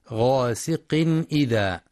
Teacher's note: بيان الإظهار الحلقي للتنوين لوقوع الهمزة بعده غاسق إذا، مع الحذر من ترقيق الغين في غاسق لأنها من حروف الاستعلاء.